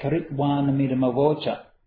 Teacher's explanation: you've got this bit in the middle of the verses where you run all of these short syllables together